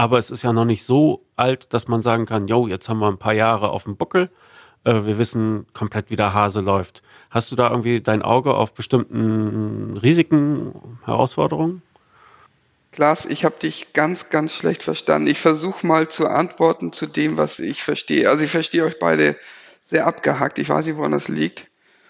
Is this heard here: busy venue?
no